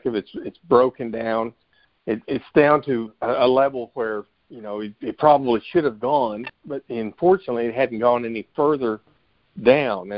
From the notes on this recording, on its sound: Monthly Conference Call On Cotton.